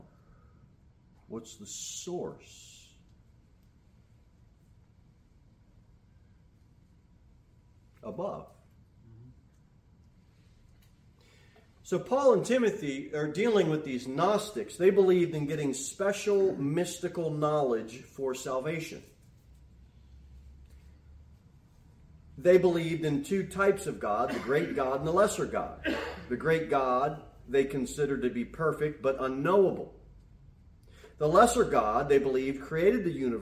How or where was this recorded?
large echoing room